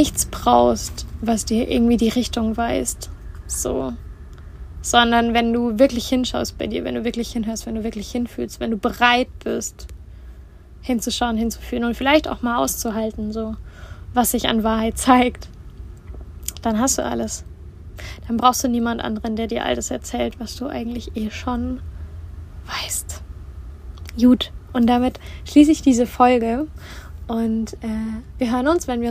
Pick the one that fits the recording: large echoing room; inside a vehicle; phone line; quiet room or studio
inside a vehicle